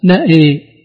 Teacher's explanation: شعبة وخلاد بإمالة الهمزة فقط. يعني يفتحون النون ويملون الهمزة